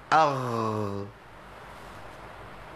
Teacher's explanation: هتبقى اغ بين الغين والخاء، فيها نفس بسيط بيجري